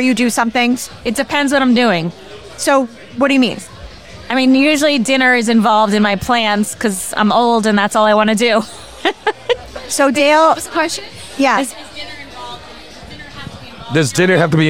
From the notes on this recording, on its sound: Recorded at American Social Las Olas